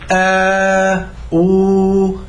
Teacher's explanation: أن حروف المد صيتة، بيصير فيها اهتزاز في الوترين